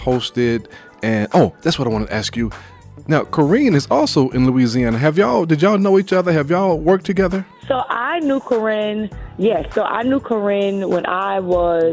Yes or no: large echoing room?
no